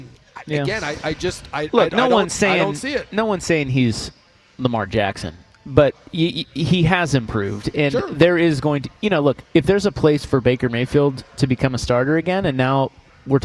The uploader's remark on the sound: we're live from X-Golf